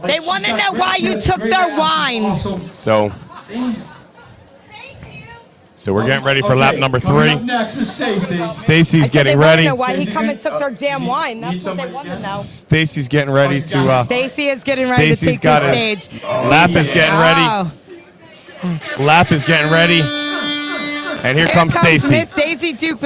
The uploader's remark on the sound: LIVE From the Paradise Club for the Connection Travel Hottest MILF contest